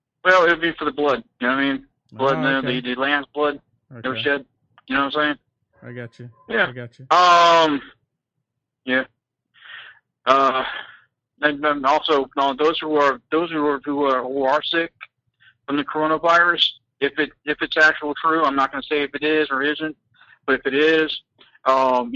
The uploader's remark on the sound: The callers that call